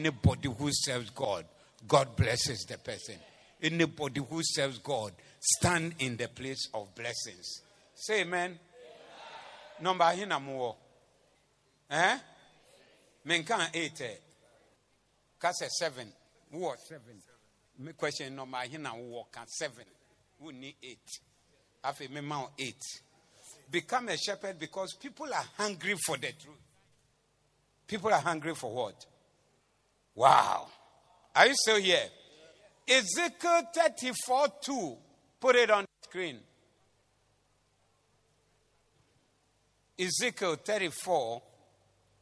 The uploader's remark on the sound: Preached at the Zeloo Service 28052023